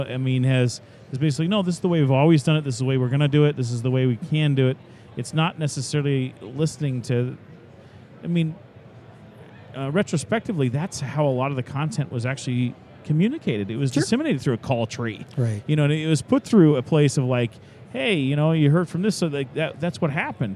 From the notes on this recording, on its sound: live from AIA 2019 Exposition.